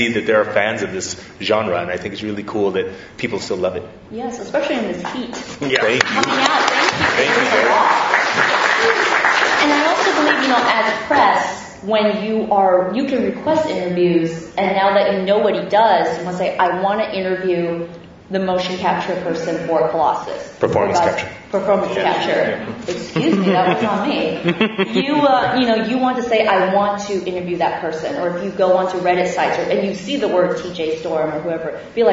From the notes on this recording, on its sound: Live from the San Diego Comic Con.